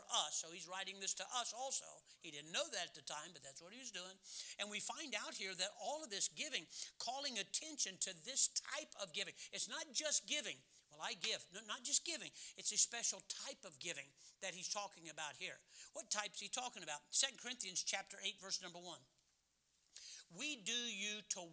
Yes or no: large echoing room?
yes